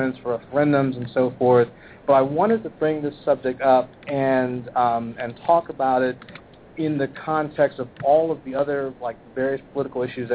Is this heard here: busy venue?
yes